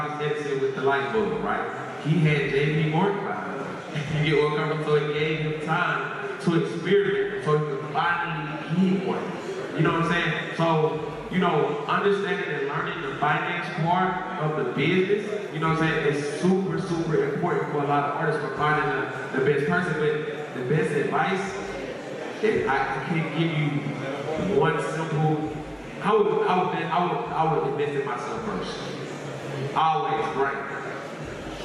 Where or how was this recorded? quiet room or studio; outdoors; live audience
live audience